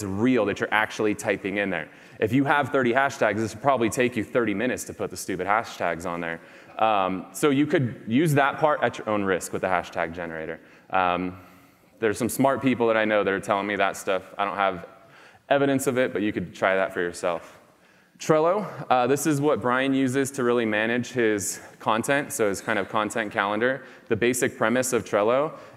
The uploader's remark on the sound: speech at BombBomb's ReHumanize conference held earlier this year